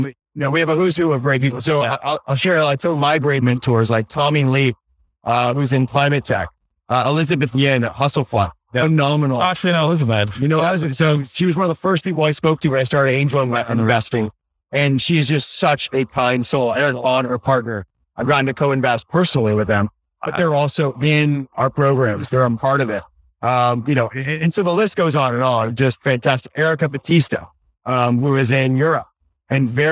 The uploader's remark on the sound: LIVE at Optech